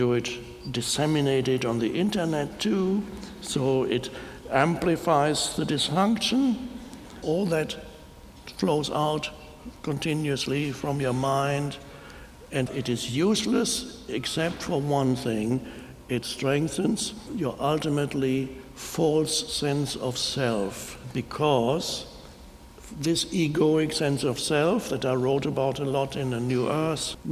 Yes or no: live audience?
yes